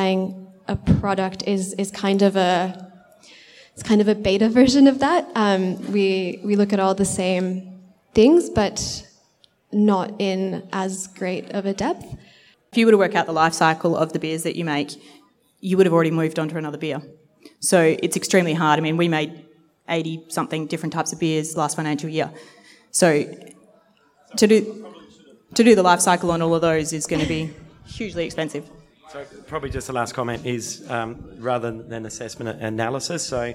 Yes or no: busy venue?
yes